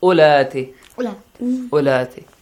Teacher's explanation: you gotta skip the wow sound